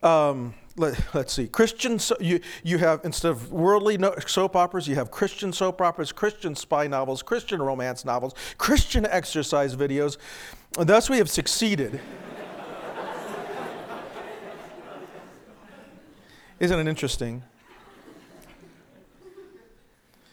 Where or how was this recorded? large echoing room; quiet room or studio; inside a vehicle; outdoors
large echoing room